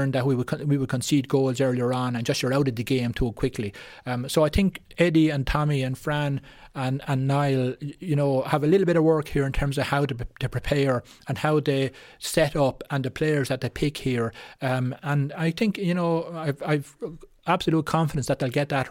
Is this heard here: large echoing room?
no